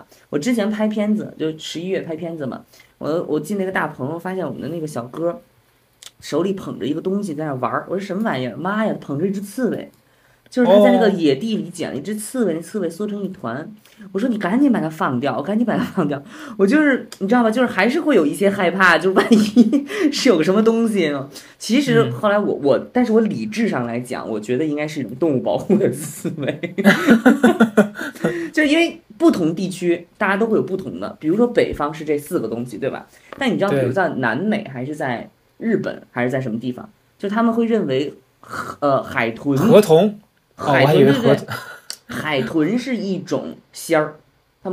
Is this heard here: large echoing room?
no